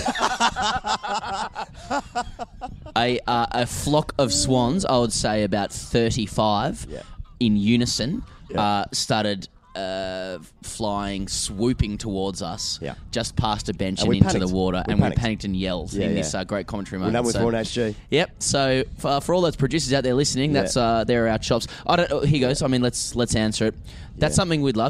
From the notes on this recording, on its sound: Recorded from Hyde Park and the Australian team hotel on Lord’s Test Eve